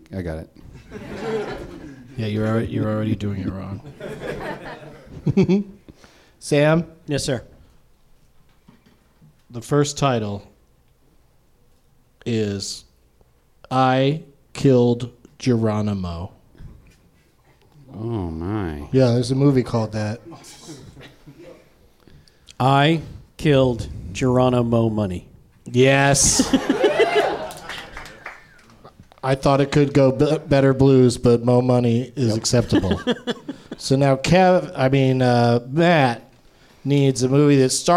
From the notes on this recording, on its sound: Live from the NerdMelt Showroom in Los Angeles